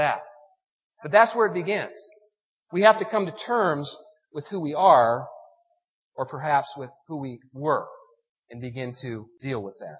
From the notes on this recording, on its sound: The warbling sound in the recording is an artifact of the audio processing to remove feedback from the source recording.